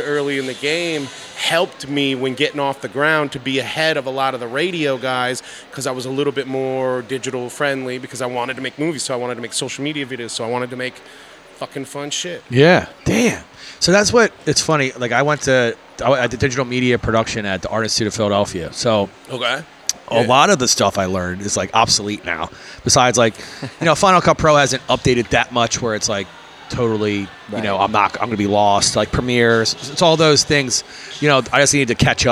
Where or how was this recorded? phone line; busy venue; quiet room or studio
busy venue